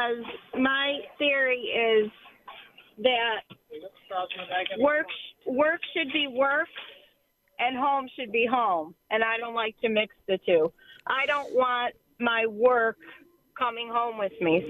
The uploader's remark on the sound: takes your phone calls